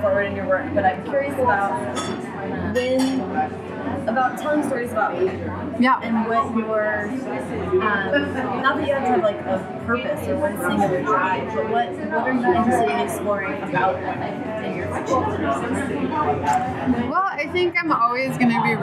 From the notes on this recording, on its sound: this interview has significant background noise